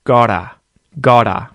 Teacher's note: the T in the middle there isn't a hard T, got ta, or even got ta. It becomes the T flap, gotta.